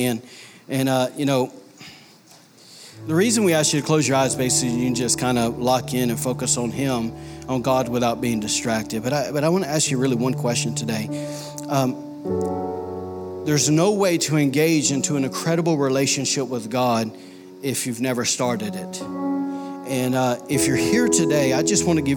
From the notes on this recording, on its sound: was recorded on Sunday, April 14, 2019, during service at The Anchor Church in Rockport, Maine.